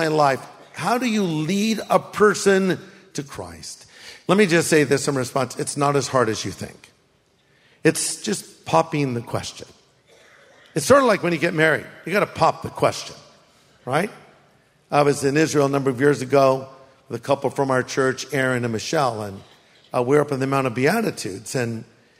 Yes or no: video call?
no